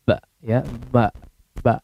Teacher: Kalau tidak dialirkan ke hidung, ya maka akan jadi ba